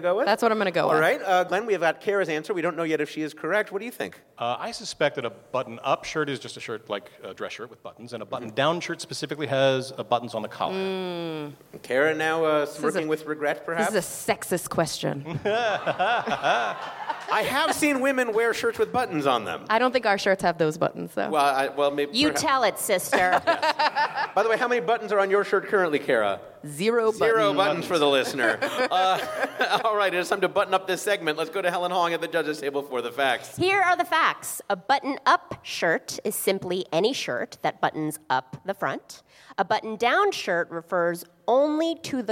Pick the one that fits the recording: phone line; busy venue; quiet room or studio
busy venue